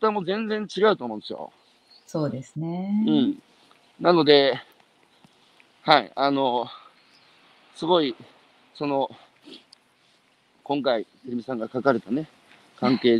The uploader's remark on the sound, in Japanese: 歩きながら1時間、対談する。